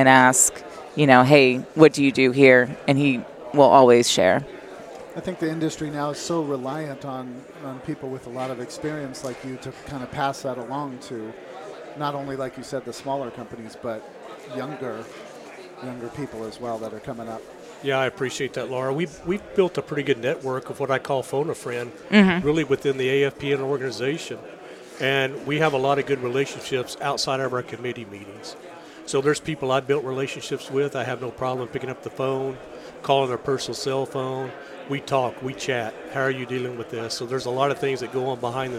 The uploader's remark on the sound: Live at AFPM